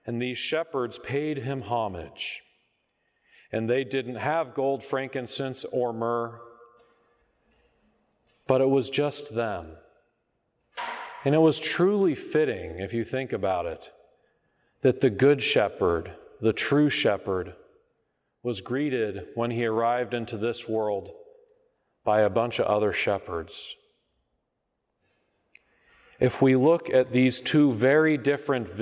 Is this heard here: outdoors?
no